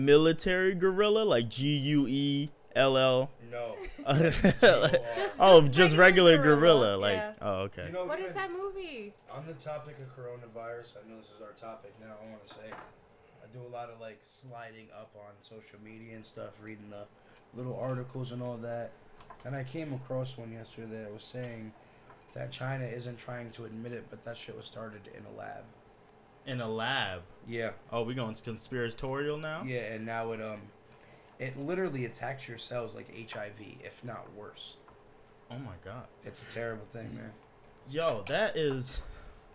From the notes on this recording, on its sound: This episode is a complete mess. People turning away from the mic, people jumping in talking, and partying in the background.